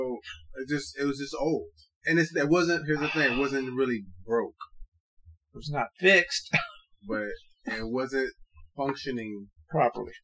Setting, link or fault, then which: fault, poor sound quality